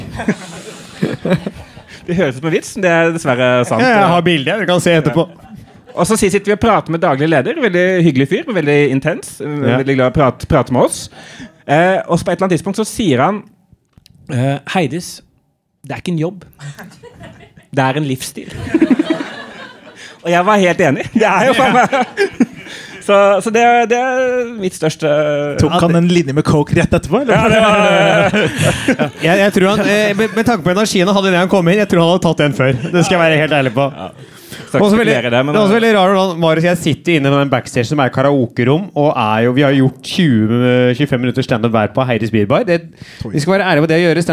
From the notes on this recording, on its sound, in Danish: Livepodcast fra nieu Scene 2023. Takk til alle som kom!